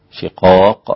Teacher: القاف هنا مقلقلة قوية، شقاق لا تقترب إلى الكاف أبدا